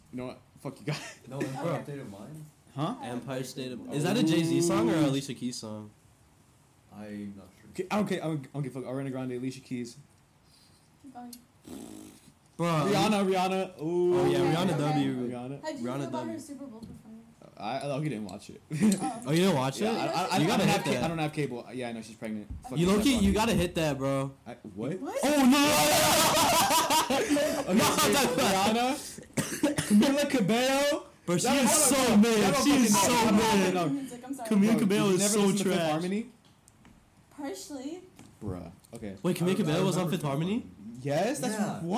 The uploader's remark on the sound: PLEASE EXCUSE THE CRAPPY AUDIO!! We were having trouble with the mics.